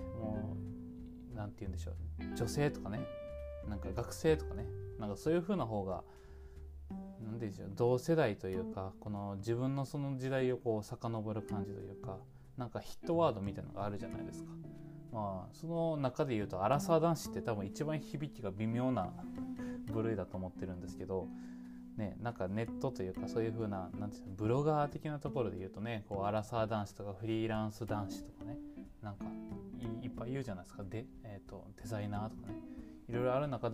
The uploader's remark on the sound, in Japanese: はじめての環境で収録したけどBGMが大きそう